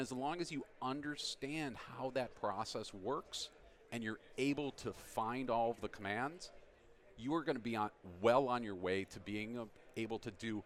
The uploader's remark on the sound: Live from Microsoft Ignite 2018. Here at Microsoft Ignite 2018.